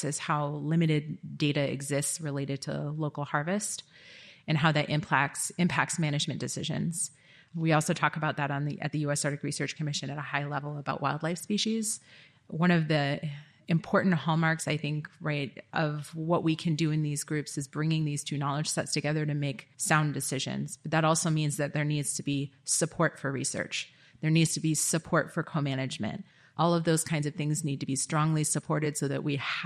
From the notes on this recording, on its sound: This event was recorded at the Alaska Native Heritage Center. This event was recorded at the Alaska Native Heritage Center.